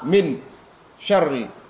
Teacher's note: ketika kita melihat ada nun bertemu dengan syin, tidak perlu kita dengungkan · Term: idhar